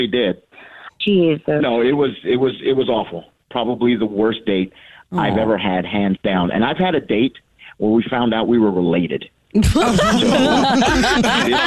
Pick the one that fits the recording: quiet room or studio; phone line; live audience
phone line